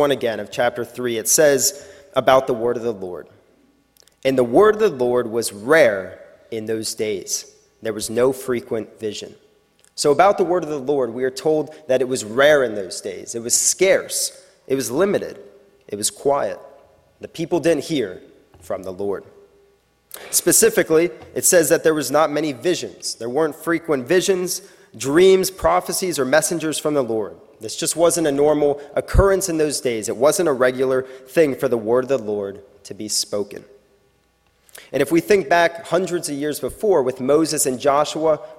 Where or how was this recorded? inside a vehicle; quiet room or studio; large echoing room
large echoing room